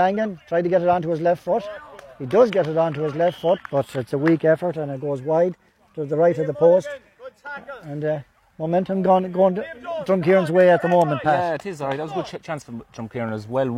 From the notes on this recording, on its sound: Full Live Audio Commentary from Dromod